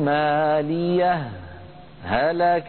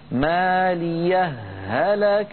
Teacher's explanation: الوجه الثاني أن يجري القاعدة الإدغام على إطلاقها فيدغم هاء ماليه في هاء هلك ويكون النطق بهاء مشددة · Shown in: second take